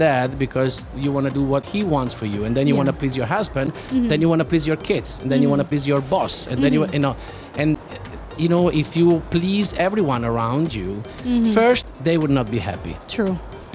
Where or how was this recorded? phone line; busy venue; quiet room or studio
busy venue